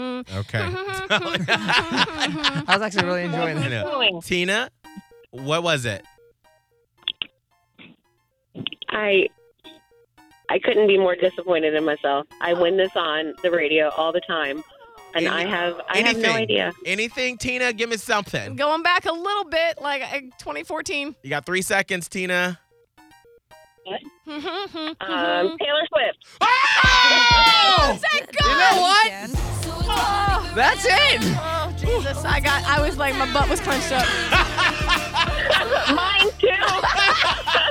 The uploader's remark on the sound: Our M+H Fam member on the phone had a hard time guessing the songs we hummed today.